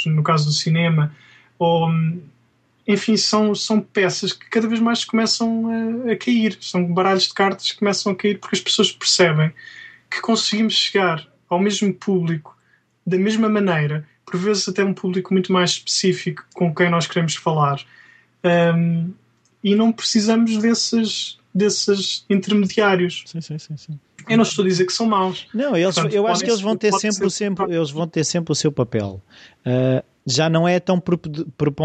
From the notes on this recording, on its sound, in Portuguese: entrevistado via Skype